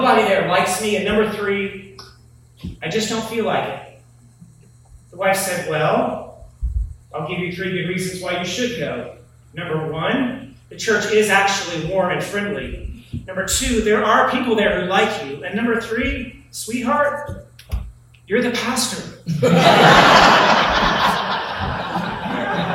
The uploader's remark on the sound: Sermon from Wilmington's Historic Lebanon Chapel.